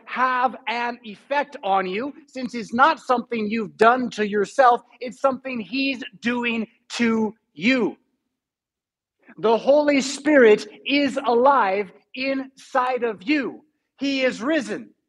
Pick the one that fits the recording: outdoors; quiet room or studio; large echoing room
large echoing room